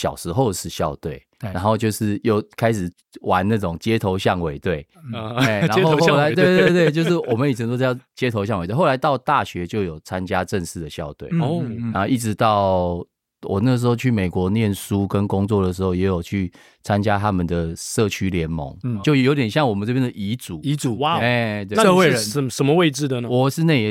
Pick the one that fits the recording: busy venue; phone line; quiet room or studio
quiet room or studio